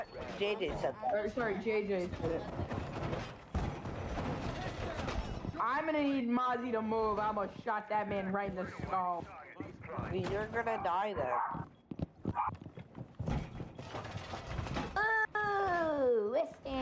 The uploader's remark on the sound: you will be able to hear some of game audio in the backround